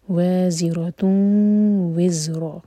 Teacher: تنوین کے بعد واو تو ادغام غنہ کے ساتھ دو سیکنڈز کا ٹائم دیں گے اور ناک میں آواز لے جائیں گے